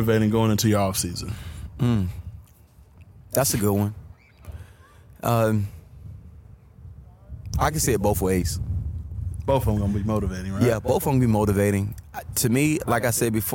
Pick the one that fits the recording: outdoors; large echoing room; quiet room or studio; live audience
outdoors